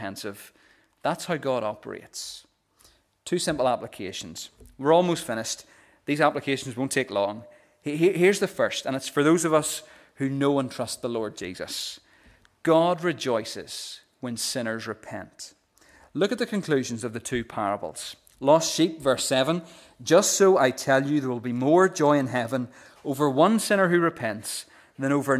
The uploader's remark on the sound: the recording of the Bible reading and sermon from our morning service